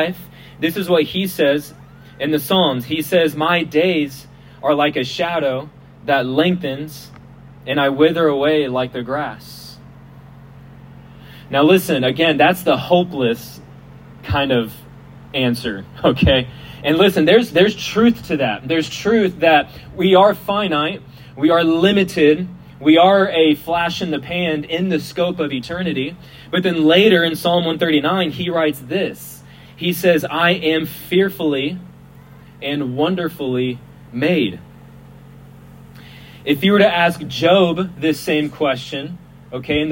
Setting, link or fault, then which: setting, outdoors